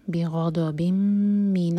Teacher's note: بغض، ضاد بھی ہیوی، آگے با کو ہم میم سے جوڑیں گے، تنوین کے بعد میم ہے تو تنوین میم میں مرج ہوگی